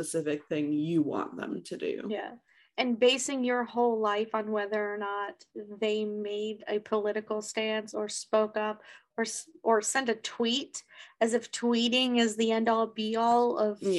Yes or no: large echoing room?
no